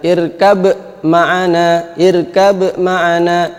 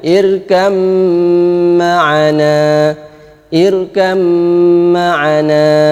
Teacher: Nah itu ba bertemu dengan mim. Ini disebut dengan idgham mutajanisain, sama-sama dari dua bibir sejenis. · Shown in: second take